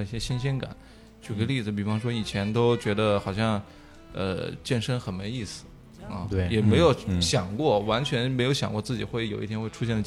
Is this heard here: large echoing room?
no